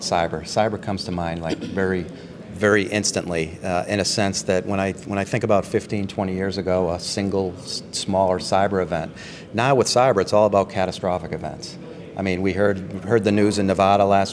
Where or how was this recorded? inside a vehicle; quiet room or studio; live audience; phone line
live audience